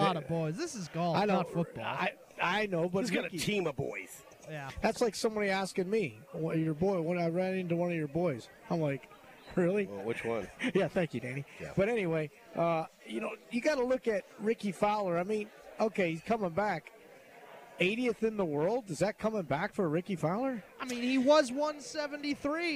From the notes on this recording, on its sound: LIVE from Felix's Fish Camp!